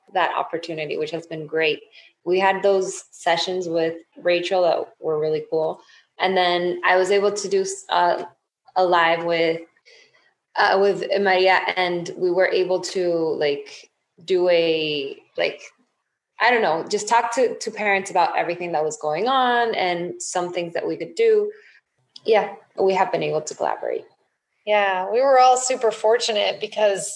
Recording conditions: video call